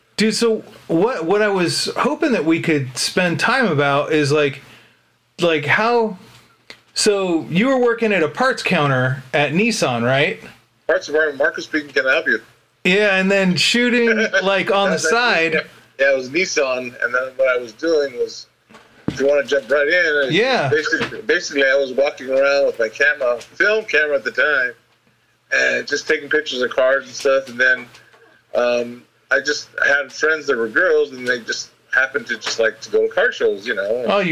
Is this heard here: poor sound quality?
yes